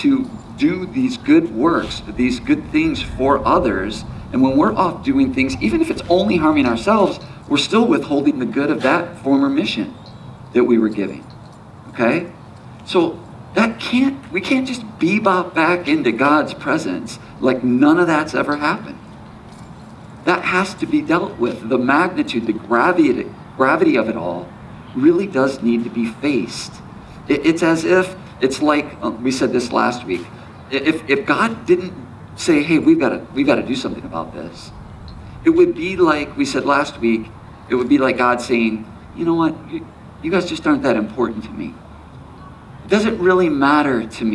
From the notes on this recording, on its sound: There is some wind from the outdoors that was captured during this gathering.